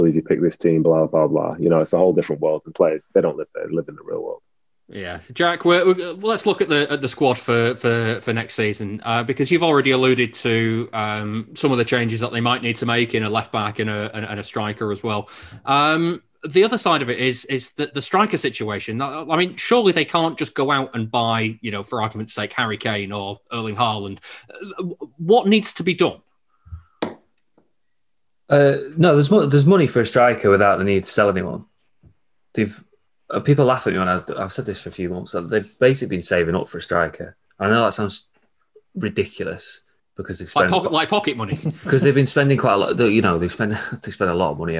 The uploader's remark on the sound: we recorded in front of a Zoom audience